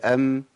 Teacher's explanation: جريان الصوت ما بين الشدة والرخاوة أقرب إلى الشدة، يعني مش أقرب للرخاوة، يعني ما بحبحهاش قوي، ما قولش أم ده كتير قوي، هي أم بس، أم أم يقولون على طول. · Term: توسط